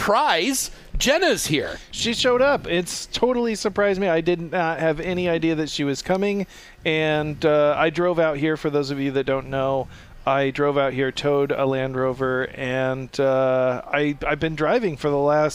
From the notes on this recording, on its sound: We’re live from the Podcast Hot Stove Lounge at the ANARC 75th Dimond Jubilee celebration at the Greek Peak mountain resort in Cortland New York. We kick off the four day long event.